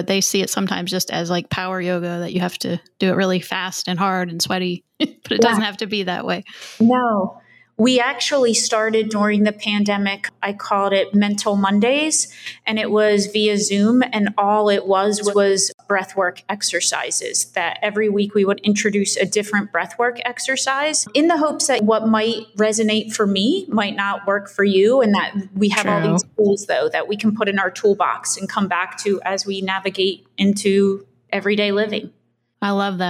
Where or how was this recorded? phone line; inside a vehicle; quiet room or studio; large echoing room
quiet room or studio